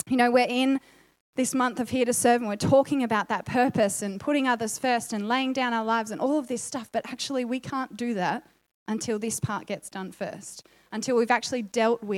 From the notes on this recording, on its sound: Recorded sermon.